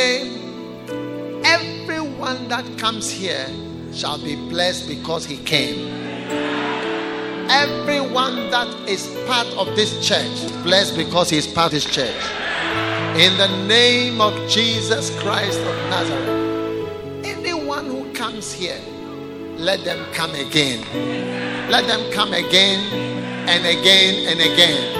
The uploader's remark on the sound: Preached at The Way Cathedral, Ayawaso-Ghana